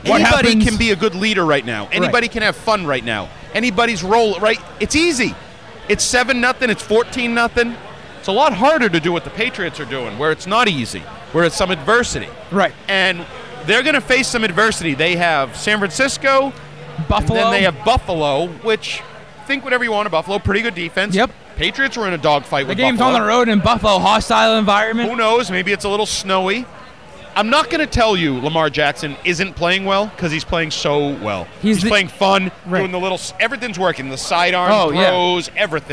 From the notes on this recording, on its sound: Live from Lord Hobo Brewing in Woburn.